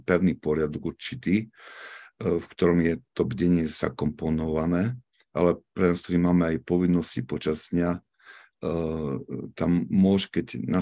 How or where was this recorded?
video call